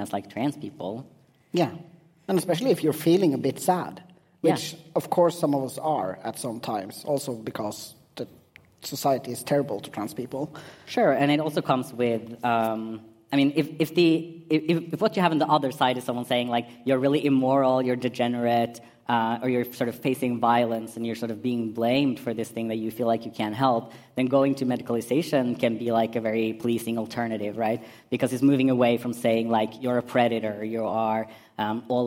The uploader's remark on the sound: PKI/POGI 5 years anniversary party live podcast.